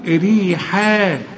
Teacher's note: شوف الحا والمد بتاعها مرقق